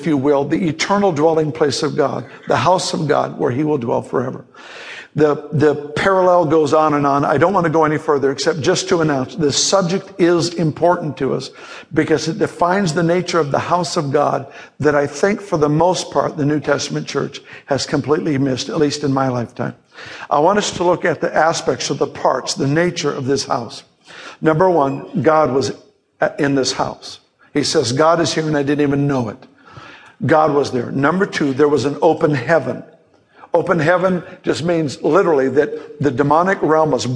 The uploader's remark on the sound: Teaching Series audio recorded from a live author seminar.